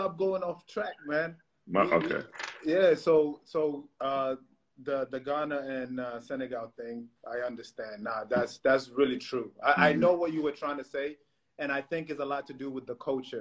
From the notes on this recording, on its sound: set up a series of live discussions, hosted on Instagram Live